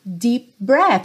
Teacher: São sons de lábio, lábio com lábio, né? Bilabial.